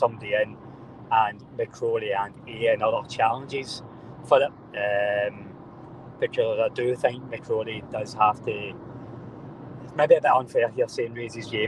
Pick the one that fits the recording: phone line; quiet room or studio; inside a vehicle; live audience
inside a vehicle